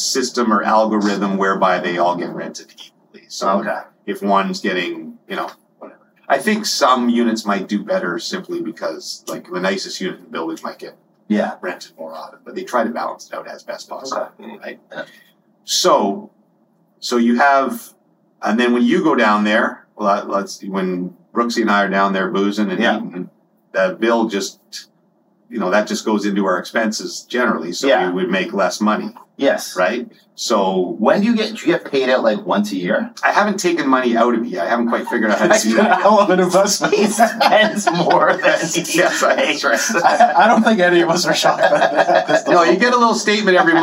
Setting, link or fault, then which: fault, phone or laptop microphone